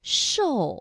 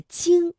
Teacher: 因为翘舌音呢，我们说舌尖是向上翘，顶住的硬腭前部 · Shown in: first take